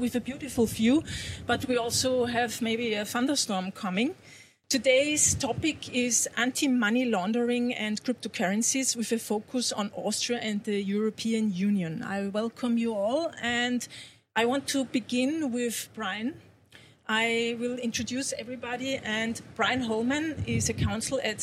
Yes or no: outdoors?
yes